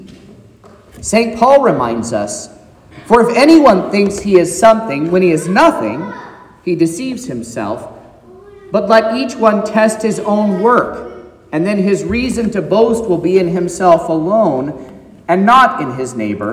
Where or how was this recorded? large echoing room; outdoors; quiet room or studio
large echoing room